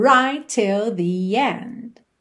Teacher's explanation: Right, termina em T, till, começa em T, você, claro, vai fazer um T só.